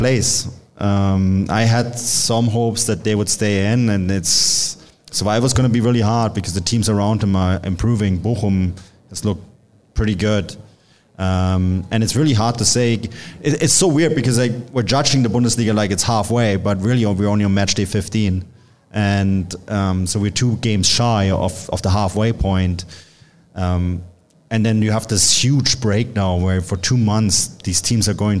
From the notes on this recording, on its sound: We all sat down for a live show and Q&A before St. Louis CITY SC's historic match at CITYPARK vs Bayer Leverkusen.